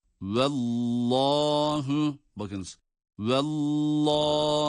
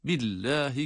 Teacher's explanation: Eğer öncesindeki harf burada olduğu gibi üstün harekeli ise, ya da şöyle diyelim, şeddeli lamdan önce üstün hareke var ise, ya da ötürü hareke var ise, şeddeli lam, Allah lafzındaki şeddeli lam kalın okunur · Shown in: first take · Vallahu, bakınız, vallahu, şayet esre ise, esre olursa, o zaman ince okunur.